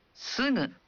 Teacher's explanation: Dalam bahasa Jepang, Anda membunyikan G dalam suku kata awal berupa G yang dibunyikan seperti ga, gi, gu, ke, go. Namun, bagi suku kata lain seperti sugu, ucapkan G dalam suara sengau.